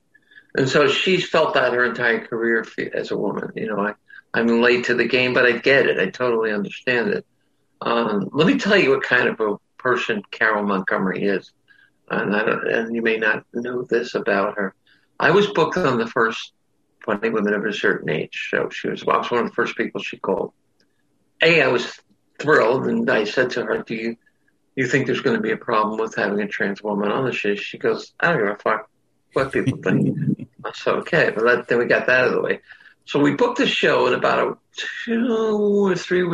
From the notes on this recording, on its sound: sat down with me over Zoom